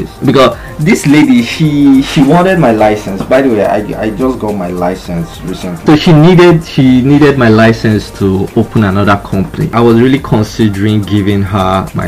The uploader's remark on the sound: I was bored and alone at the bar, so decided to connect with a lovely friend in Lagos. Hit the record button while tipsy.